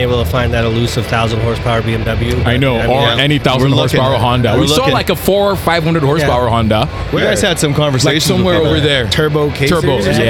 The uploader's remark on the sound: Driven Show Live. Live at the Driven Show Calgary.